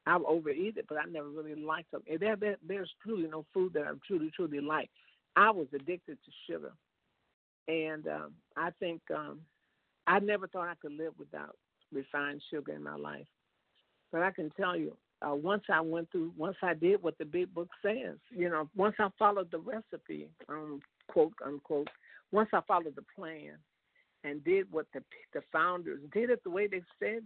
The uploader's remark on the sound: 100 Pounders Phone Meeting